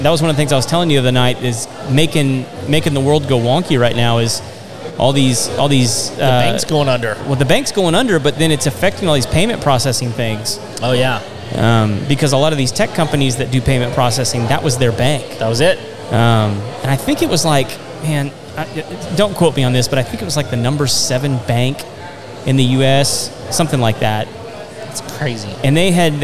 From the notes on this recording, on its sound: Live from Rowdy’s in Spring, TX with The Contractor’s Network. We had a chance to sit down with many business owners who are experts in their field.